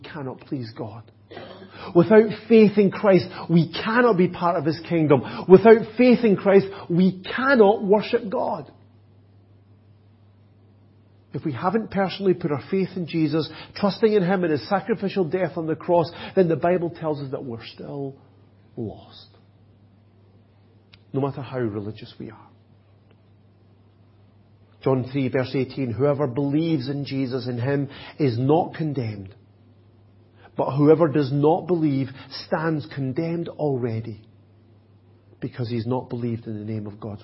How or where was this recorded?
large echoing room